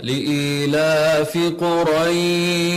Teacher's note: لاحظ الهواء الذي يخرج مع الشين بلطف · Term: الهمس